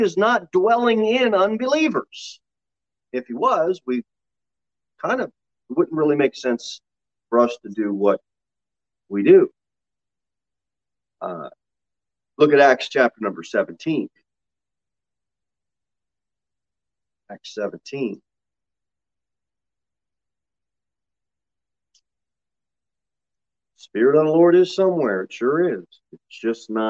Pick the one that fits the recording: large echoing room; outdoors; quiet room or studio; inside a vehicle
large echoing room